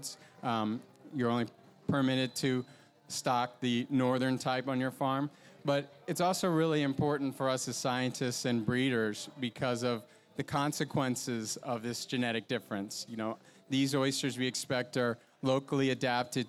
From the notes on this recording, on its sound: In this episode of The Gulf Stream, we took the show outdoors to record a live panel discussion during the Texas Oyster Round Up at Water Street Market.